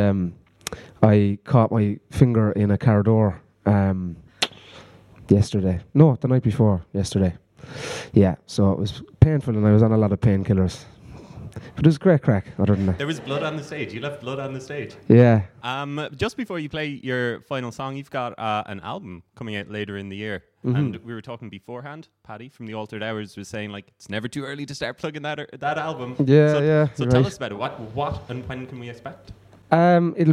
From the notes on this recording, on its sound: Live at Quarter Block Party 2019. The TPOE podcast was back at Quarter Block Party for a live recording.